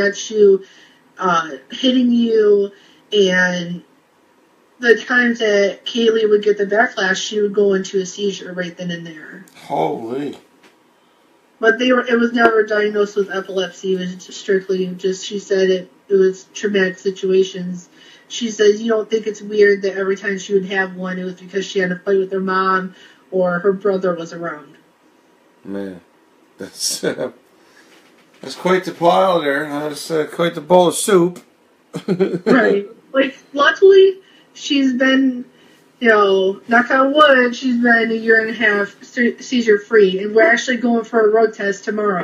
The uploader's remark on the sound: This episode was recorded from a live video in the PTSD Buddies Facebook group.